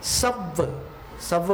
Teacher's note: स अपने आप में ह्रस्व है लेकिन वर्ड डबल होने के कारण अपन सब दो मात्रा में उच्चारण कर रहे हैं, गुरु हो गया।